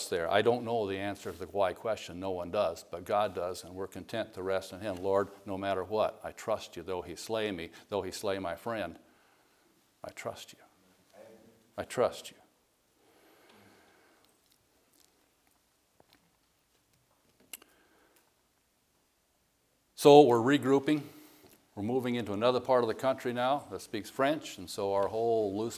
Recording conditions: large echoing room